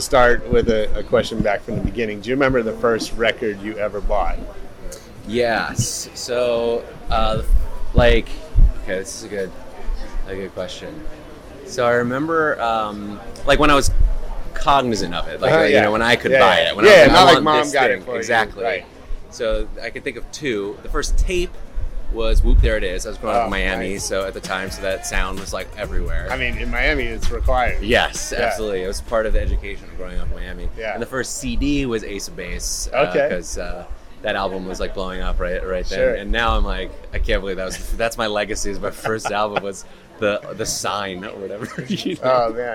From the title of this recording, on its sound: LIVE from Cannes Lions